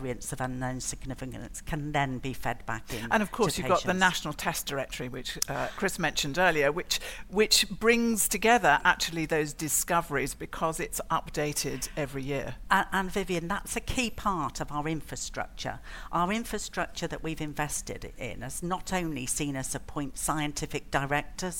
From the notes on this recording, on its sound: Another brilliant session from the last genomics England Research Summit